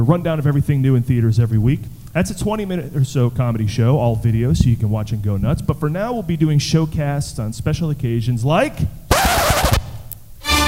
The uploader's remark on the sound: Live at WhedonCon 2017